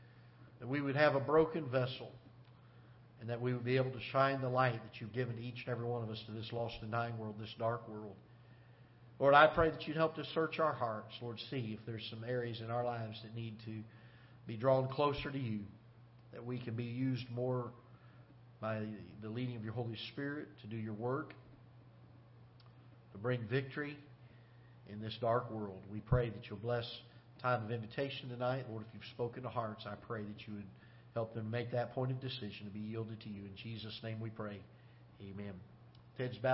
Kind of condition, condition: setting, large echoing room